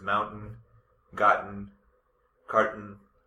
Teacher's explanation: But because there's a stop in it. Yeah, it kind of gets cut off at the back of your throat · Term: glottal tea